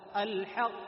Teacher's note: الحق فقط، صوت من دون نفس، لأن القاف نحرف الجهر.